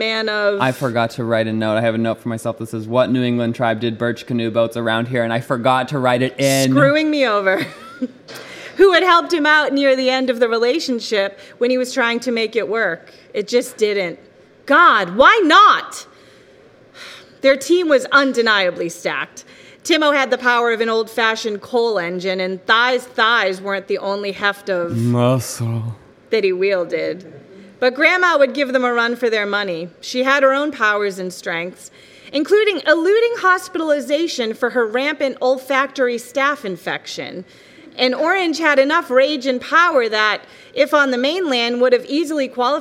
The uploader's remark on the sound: live At The Revolution Hotel, Boston